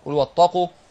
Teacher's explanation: برضو ناخد بالنا من التاء اللي بعدها حرف مفخم عشان اللسان لا يسبق إلى تفخيم التاء ويخليها طاء